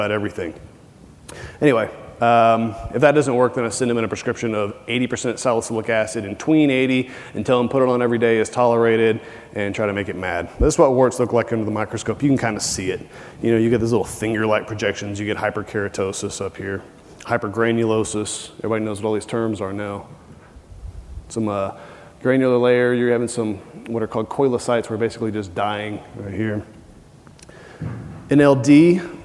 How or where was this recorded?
busy venue